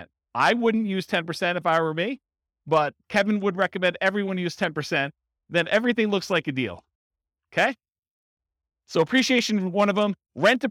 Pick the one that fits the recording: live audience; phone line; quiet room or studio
live audience